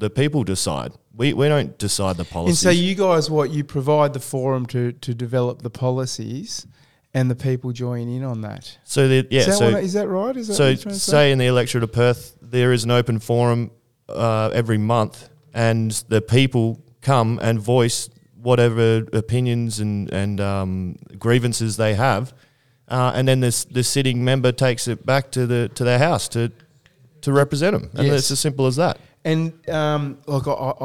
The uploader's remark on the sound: Live from the Laguna Club, Political Seminar Event. We broadcast live from the Laguna Club in Inglewood Western Australia on behalf of the WA Building Industry Alliance and the WA Conscious Businesses during their Political Seminar Event.